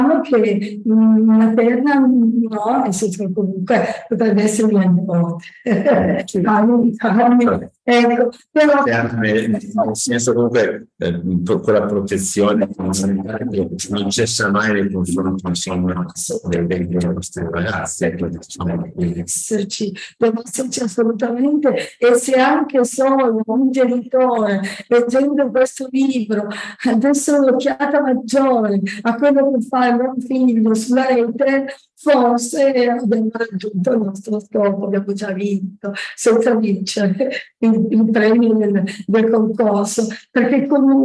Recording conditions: video call